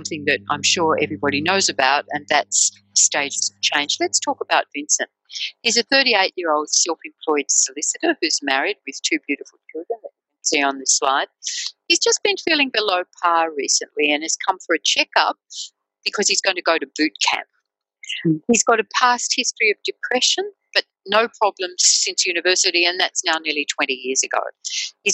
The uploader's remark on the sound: In this podcast, based on a recent webinar, our panel will focus.